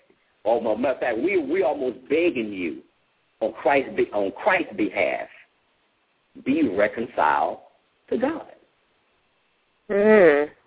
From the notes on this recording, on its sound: LML uses a progressive live call in format.